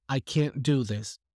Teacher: But if you say it in the negative, you would stress the can, and you will say, I can't do this. And I'm not pronouncing the T. You might repeat it as many times as you can, as you want, but you will hear that I haven't said any T's. · So the stress on the can lets you know that I'm using a negative.